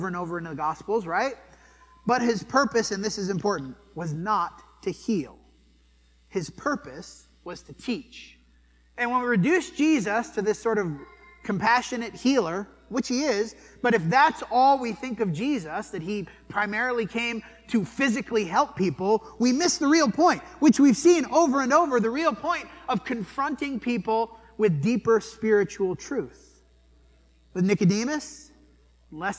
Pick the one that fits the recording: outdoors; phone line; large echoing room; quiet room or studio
large echoing room